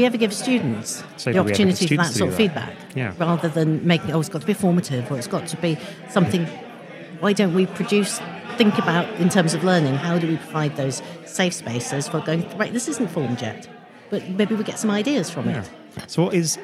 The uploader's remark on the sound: It’s the first in our very, very late miniseries recorded at the Playful Learning 2023 conference!